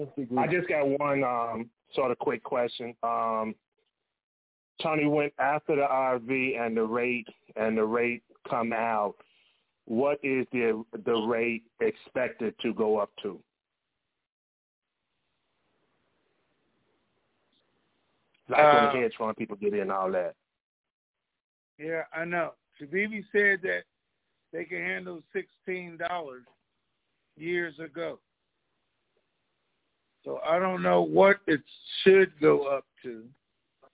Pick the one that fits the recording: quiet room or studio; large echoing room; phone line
phone line